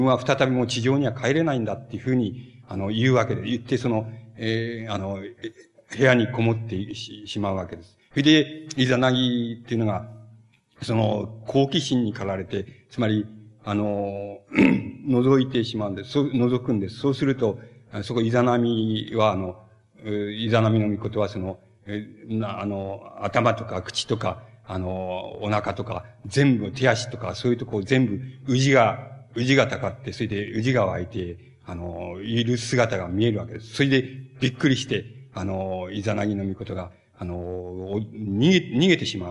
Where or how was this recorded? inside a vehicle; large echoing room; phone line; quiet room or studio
large echoing room